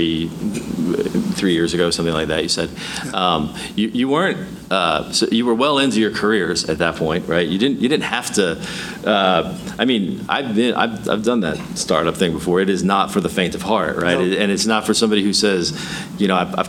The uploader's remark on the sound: On location for the big unveiling. Live at the Midland Petroleum Club.